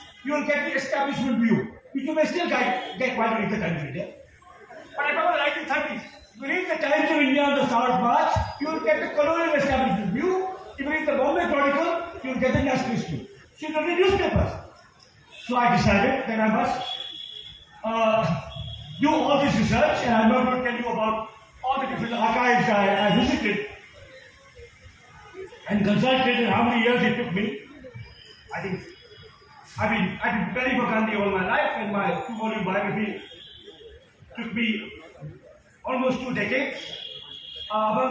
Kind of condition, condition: fault, phone or laptop microphone